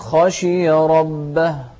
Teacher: ذلك لمن خشي ربه، فخم الخاء، خشي، خشي مو خشي، لا خشي ربه. ننتبه للهمس في الهاء في كلمة ربه · Term: الهمس